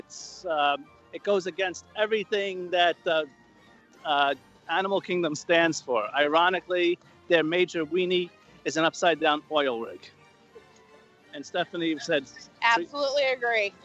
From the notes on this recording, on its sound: Recording live from EPCOT's World Showcase Promenade.